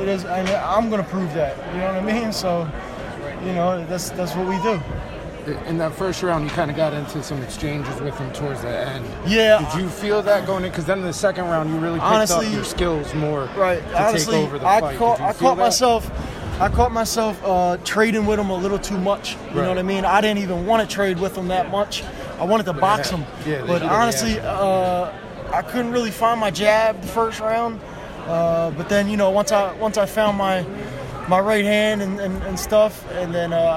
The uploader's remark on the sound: Post-Fight Press Conference